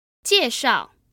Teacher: We then have a new word 介绍 that's two fourth tones, and together that means introduce.